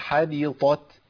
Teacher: ولازم الهمس في التاء وإلا هتختفي